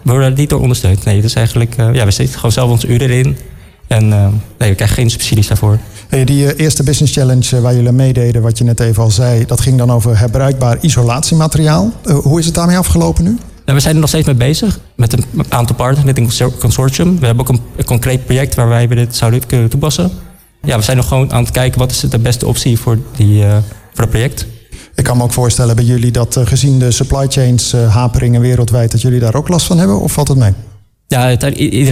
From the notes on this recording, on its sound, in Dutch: Een van de events op de Floriade Expo-terrein vond plaats op 17 mei: het Floriade Hub Café. Een live-radioprogramma vanuit de Green Innovation Hub in The Natural Pavilion met muziek en aansprekende gasten uit de wereld van tech en innovatie.